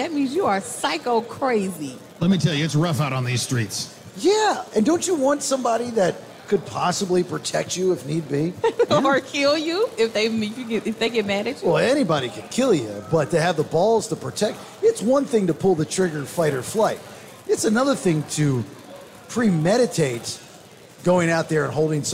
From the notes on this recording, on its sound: The show is live at Twin Peaks. Nothing Personal is played onsite with listeners who were in the building.